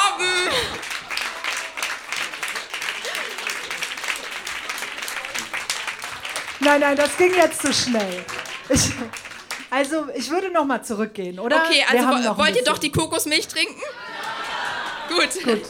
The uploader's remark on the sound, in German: Ausschnitte aus der Veranstaltung vom 12.08.2018 im frannz Biergarten, Berlin. Texte von gestern“-Liveshow. Heißen Dank an den frannz Biergarten, unser tolles Publikum.